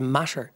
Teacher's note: So the T's got turned into a T-H and S sound. It was air being pushed over.